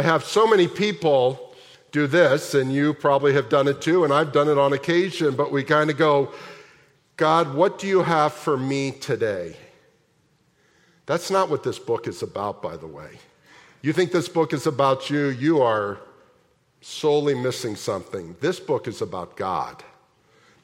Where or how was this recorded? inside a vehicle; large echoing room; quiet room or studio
large echoing room